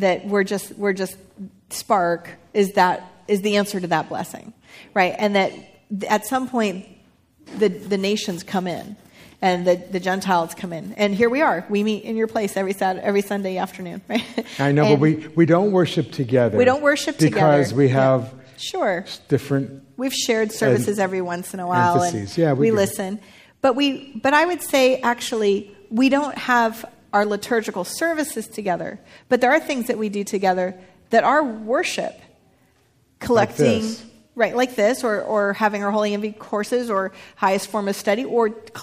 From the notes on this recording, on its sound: Recorded live with members of Spark Church and Etz Chayim, and features questions from the two congregations.